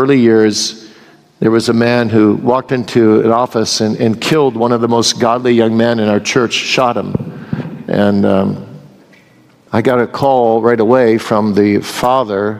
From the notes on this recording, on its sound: Q & A from the 2022 Boise Reformation Conference. The question-and-answer session from this year’s Boise Reformation Conference.